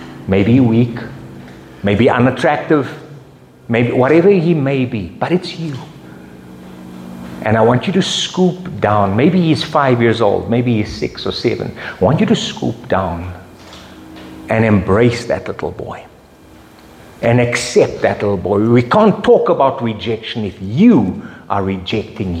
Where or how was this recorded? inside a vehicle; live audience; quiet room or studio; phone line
live audience